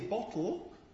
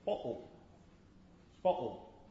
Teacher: With a glottal stop. · Shown in: second take